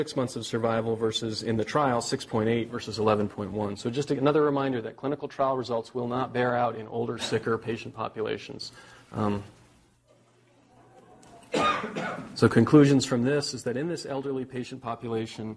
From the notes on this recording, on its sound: Norris Cotton Cancer Center Grand Rounds presented on March 6, 2018